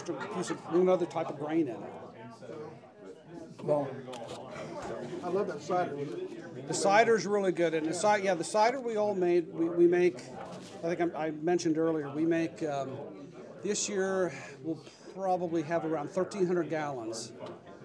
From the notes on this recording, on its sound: At Creek Bottom Brewery. We enjoyed having a live audience at the taproom.